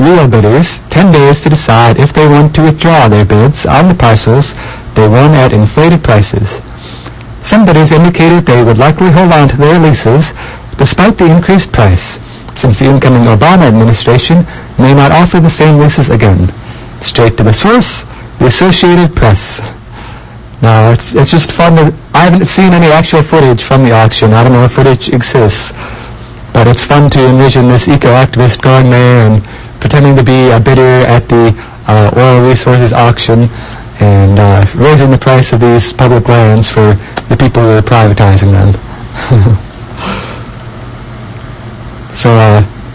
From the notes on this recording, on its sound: inexplicable muffling and peaking of today’s audio